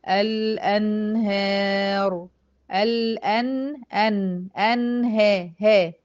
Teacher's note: أهي نون ساكنة جه وراها ه تظهر وتبان بدون أي حرج